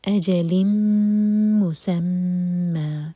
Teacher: لام کی تنوین کے بعد میم، تو ادغام غنہ کے ساتھ میم مشدد کو ہول کریں گے. اور پھر مُسَمَّى اگین میم پر شدہ ہے تو میم کو ہول کریں گے، اور فتح کی تنوین پر رکیں گے تو دو حرکہ کھینچ کر رکیں گے.